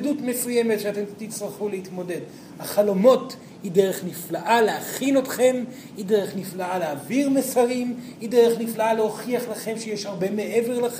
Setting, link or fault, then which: setting, live audience